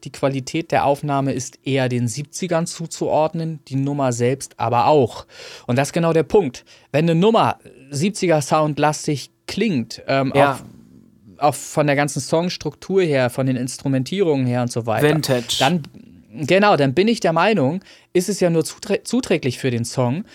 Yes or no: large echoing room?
no